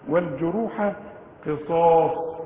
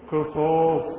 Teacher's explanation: الأربع حروف دول مفخمين، القاف والصاد والألف بتاعتها والصاد